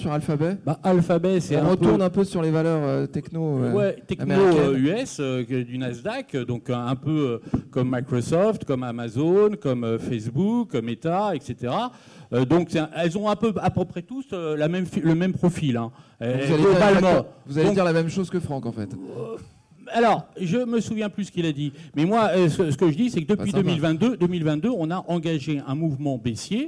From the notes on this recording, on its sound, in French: Le talkshow du trading en live au salon de l'AT. En live au salon de l'Analyse Technique.